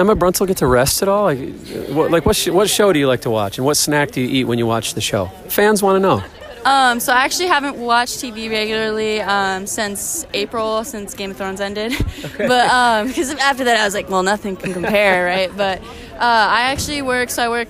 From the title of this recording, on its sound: On the Floor at WCWC Nationals